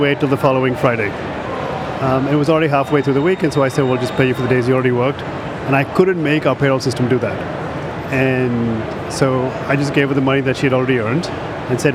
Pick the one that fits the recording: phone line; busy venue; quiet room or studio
busy venue